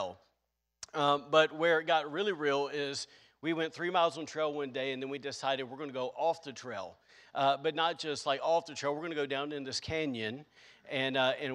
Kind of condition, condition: setting, large echoing room